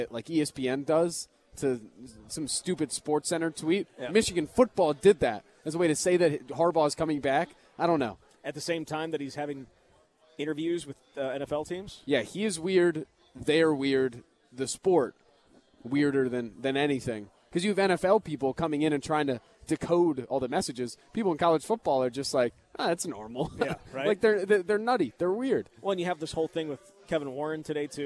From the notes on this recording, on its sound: live from Monk's in Sun Prairie